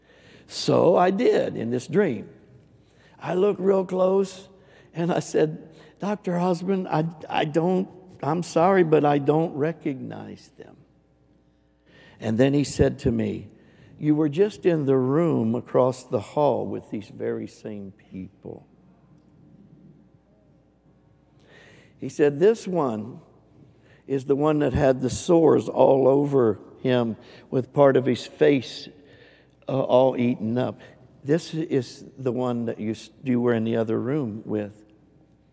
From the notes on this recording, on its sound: Recorded live on 3/27/22.